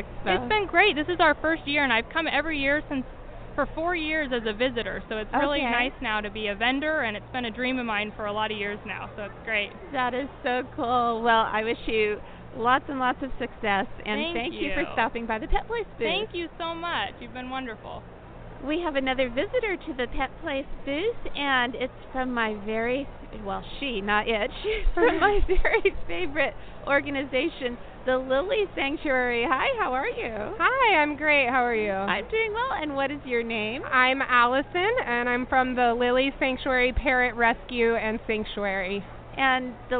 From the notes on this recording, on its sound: take in the sights and sounds of America's Family Pet Expo at the Orange County Fiargrounds.